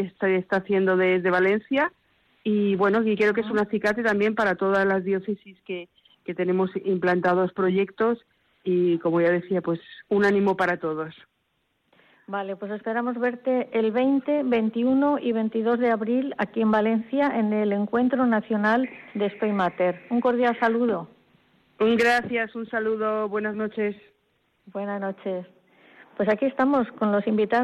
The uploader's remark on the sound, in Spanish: En Valencia. Desde Madrid, por teléfono.